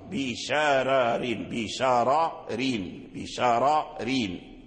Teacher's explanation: ففخم الراء الأولى. أما الراء الثانية فهي بالترقيق باتفاق · Term: تفخيم الراء